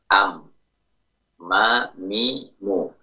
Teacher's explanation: Mim juga memiliki dua makhraj. Makhraj yang pertama dua bibir.